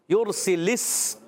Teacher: سین کو سیٹی کے ساتھ بھی ادا کرنا ہے